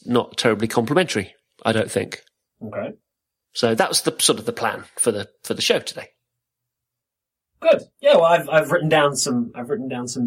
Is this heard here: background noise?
no